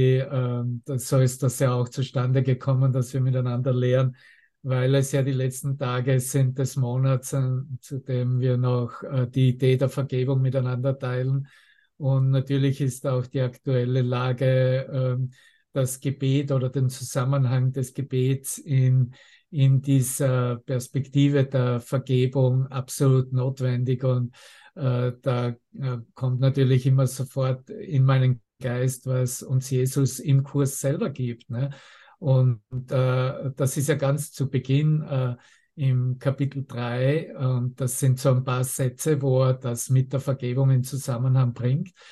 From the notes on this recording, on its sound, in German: Zoom-Session. Veranstaltet von der Aleph Akademie.